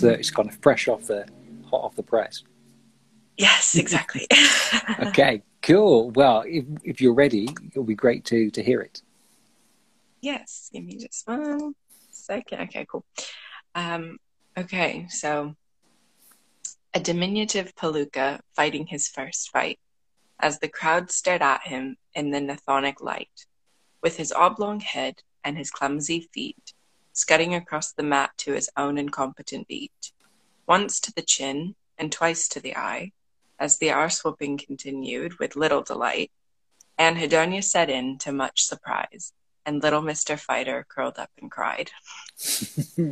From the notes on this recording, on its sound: Instagram Live interviews